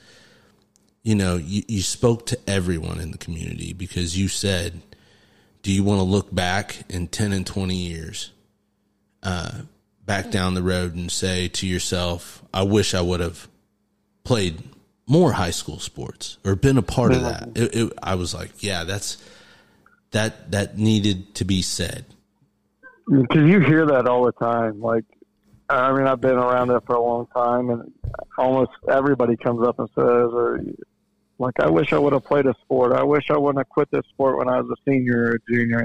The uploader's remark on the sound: called in to the garage.